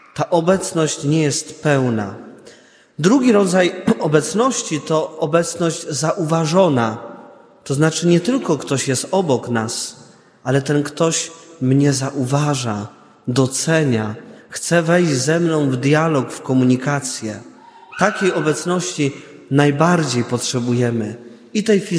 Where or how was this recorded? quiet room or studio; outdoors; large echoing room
large echoing room